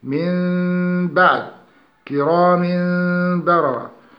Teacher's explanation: قلب النون الساكنة أو التنوين ميما ساكنة لفظا لا خطا، ويرمز لها في المصاحف بتجريد النون الساكنة من سكونها ووضع ميم صغيرة فوقها، وفي التنوين تحذف إحدى الحركتين ويرمز للحركة الثانية التي تمثل التنوين بميم صغيرة أيضا. · Term: الإقلاب